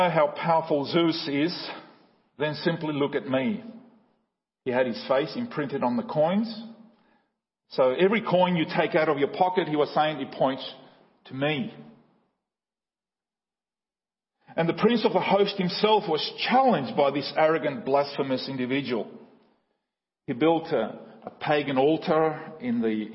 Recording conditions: large echoing room